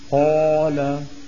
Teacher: أنا لما أقول القاف وفتحتها خرج الصوت مفخما امتلأ به الفم، فإذا قلت قال قال بيكون الصوت عم يتعدل، لكن لو قلت قال تكون الألف عبارة عن امتداد ومط لصوت القاف المفتوحة.